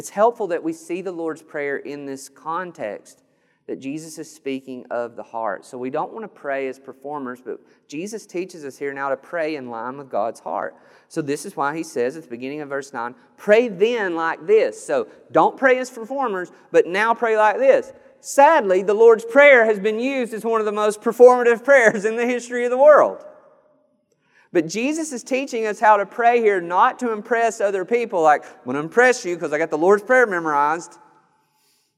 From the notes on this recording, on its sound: This sermon was recorded on June 13th, 2021 at Matthew's Table Church in Cleveland, TN